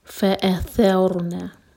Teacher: فأثرنا، فا حمزہ پر cut off sound clear آئے، اور ثا کے لیے ہماری زبان اوپر والے دانت کو ٹچ کرے گی، تھوڑی سی ٹپ باہر ہوگی اور لائٹ